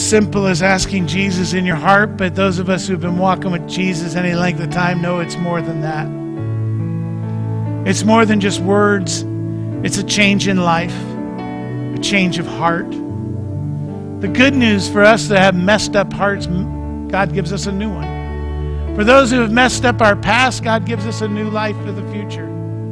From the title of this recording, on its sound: Mt. Zion Church Live!